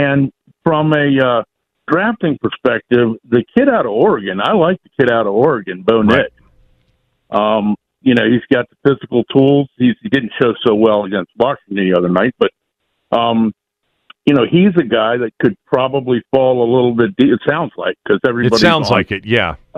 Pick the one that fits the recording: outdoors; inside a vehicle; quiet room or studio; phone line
phone line